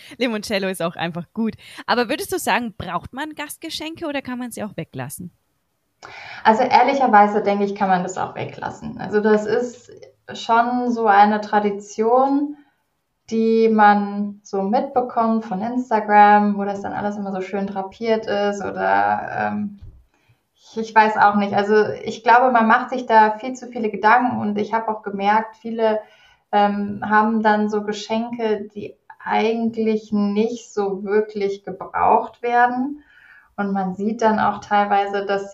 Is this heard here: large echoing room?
no